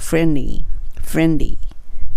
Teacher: 最後の D が落ちますよね。で、リーになります。